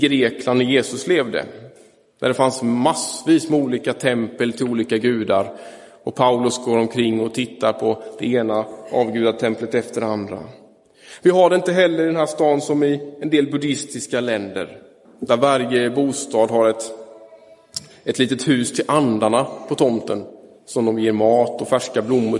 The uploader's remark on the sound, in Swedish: Inspelad i Roseniuskyrkan den 13 augusti 2023